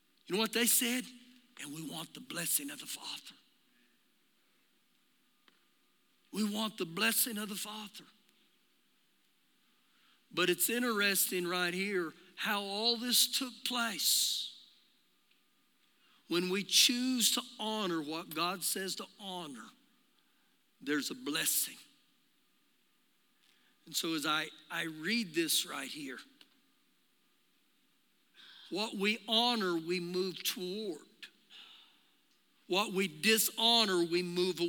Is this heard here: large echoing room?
yes